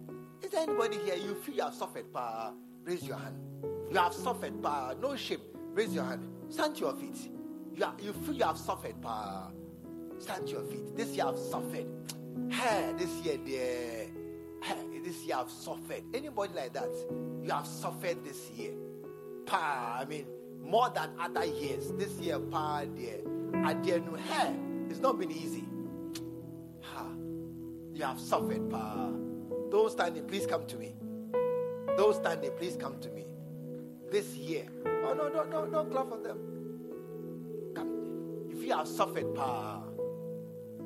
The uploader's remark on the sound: at the SAT service, True Vine Cathedral, Bantama